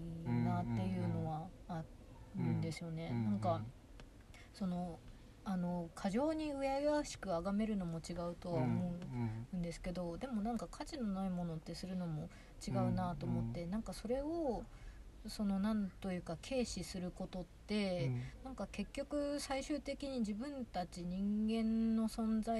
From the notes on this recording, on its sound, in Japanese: 今年5月に荒山林業さんが企画された集材の見学会の後、車の中でお話をしています。